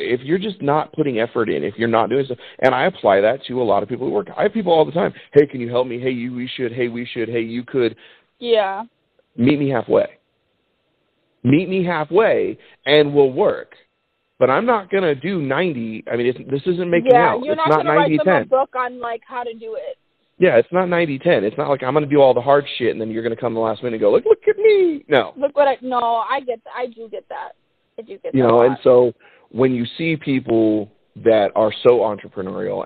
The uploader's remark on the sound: we finally got a chance to get a phone conversation